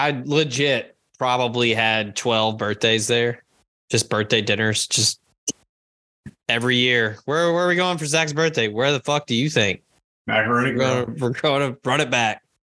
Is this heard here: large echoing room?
no